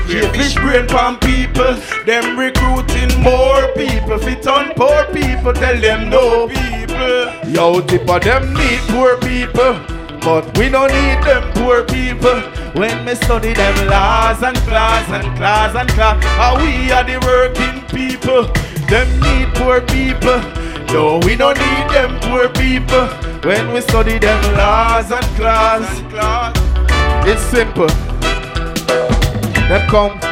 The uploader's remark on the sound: the Live Audio of the Last Do it for the Love 4 Inna Raw Stylee